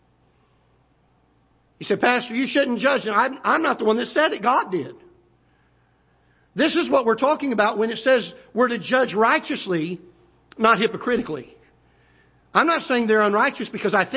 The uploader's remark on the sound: Ketha Heights Baptist Church ~ Live Broadcast